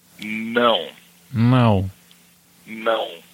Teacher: It's very nasal, so you almost have to say it through your nose